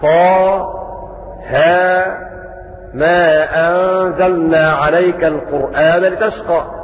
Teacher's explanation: وقرأ أبو جعفر بالسكت على أوائل الصور، فيقرأ هكذا طه ما أنزلنا عليك القرآن لتشقى، بالسكت وهكذا في جميع فواتح الصور.